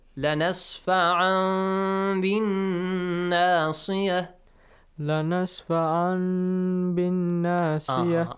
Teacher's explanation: A sound between noon and meme. Not noon, not meme. · Term: ikhfa